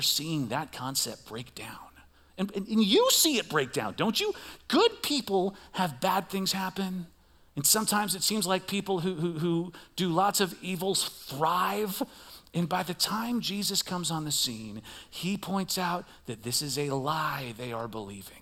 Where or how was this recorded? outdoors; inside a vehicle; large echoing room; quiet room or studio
large echoing room